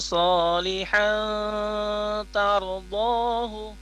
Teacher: Jadi di sini solihannya fathah tanwin, hanya berubah harakat fathah tanwin bertemu dengan huruf ta, sehingga dia ada ikhfa di situ, ditahan sebentar.